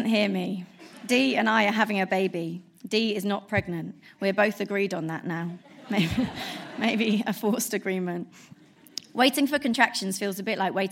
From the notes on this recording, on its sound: Recorded at the 5x15 Bristol event on September 11 2016